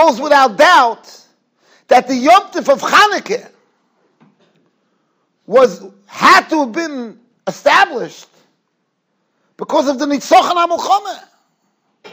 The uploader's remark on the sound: Shiur recorded in Yeshivas Ohr Reuven, Monsey, NY.